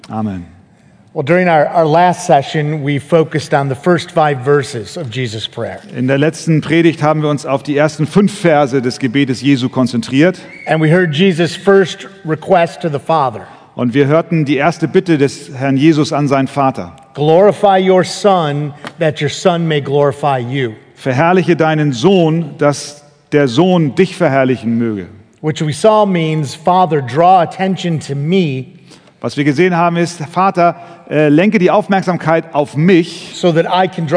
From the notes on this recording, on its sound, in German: Eine Predigt im Rahmen der Eckstein-Konferenz